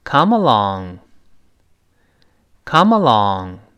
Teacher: 那但是 come along 注意连读，comma，comma，那个 m，跟那个 a 连在一块儿